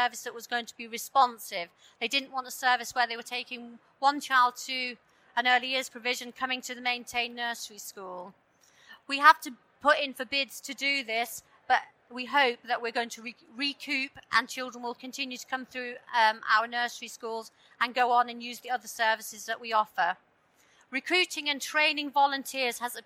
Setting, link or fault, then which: setting, busy venue